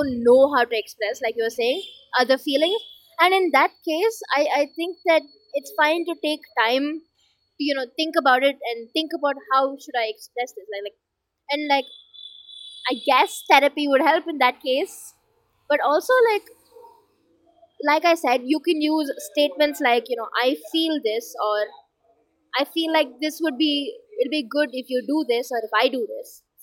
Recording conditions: background noise